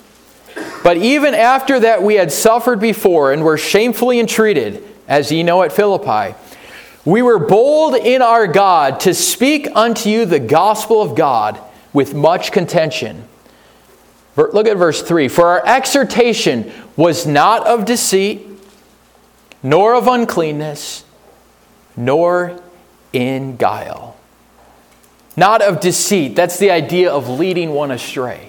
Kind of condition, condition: setting, large echoing room